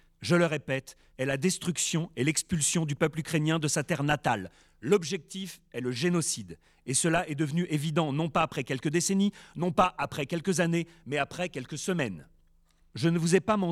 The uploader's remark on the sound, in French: Enregistrement : Théâtre du Soleil, le 11 février 2024